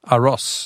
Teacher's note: the Z in Aros is pronounced S as in the word boss. Aros.